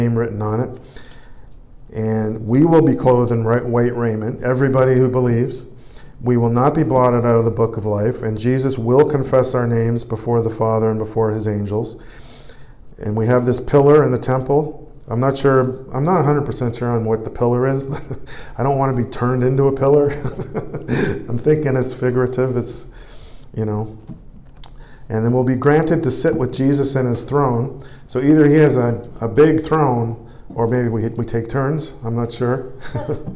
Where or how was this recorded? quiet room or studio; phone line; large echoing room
large echoing room